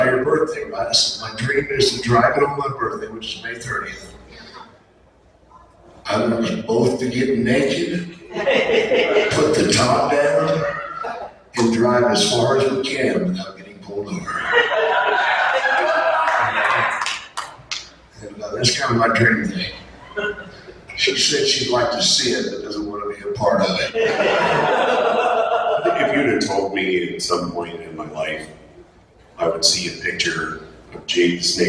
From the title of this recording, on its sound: OHIO FAN FEST 2022 PANEL